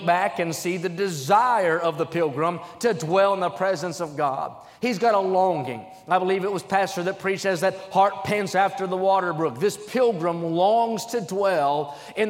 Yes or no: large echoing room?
yes